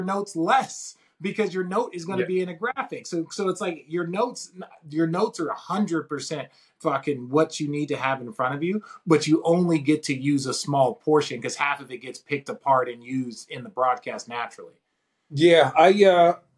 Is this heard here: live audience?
no